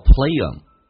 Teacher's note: 经常老外很偷懒，可以把 th 去掉，叫做 playthem